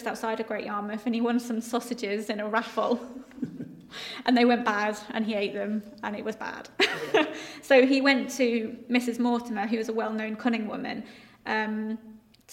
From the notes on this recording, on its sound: This week the team are recording from the crypt at the Assembly House